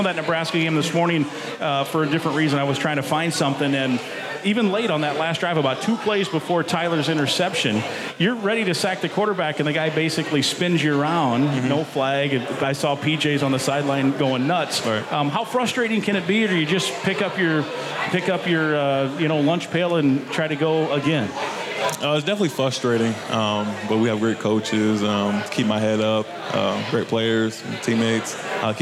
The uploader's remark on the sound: Live from HeadFlyer Brewery!